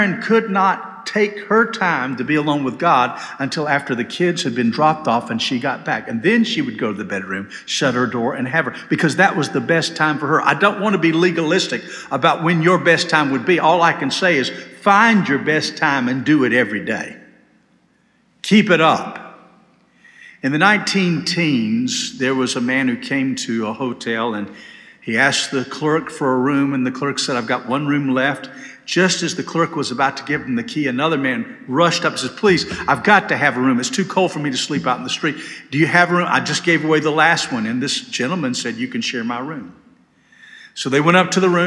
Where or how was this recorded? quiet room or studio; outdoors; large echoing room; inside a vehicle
large echoing room